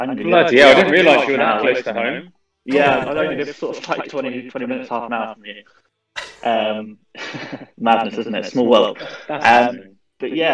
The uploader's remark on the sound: The audio sounds like this was recorded in a storage container. These are the wee Bites from our LIVE streams.